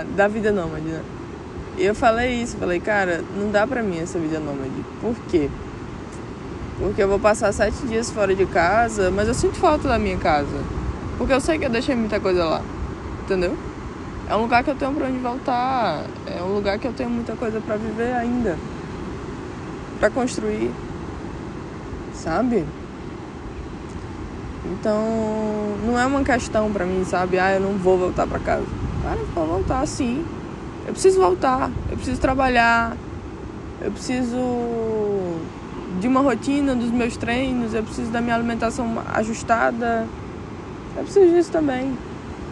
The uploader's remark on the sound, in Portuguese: Episódio gravado no chapadão da praia do amor em Pipa, RN.